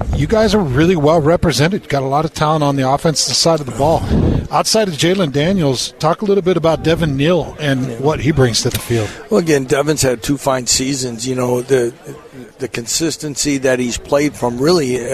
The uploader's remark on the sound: live from Big 12 media days